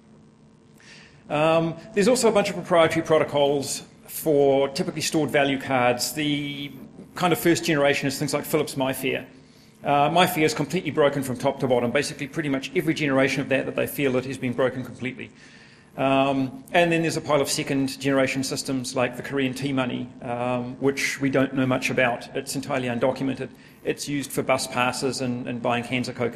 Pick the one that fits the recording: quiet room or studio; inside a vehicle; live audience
live audience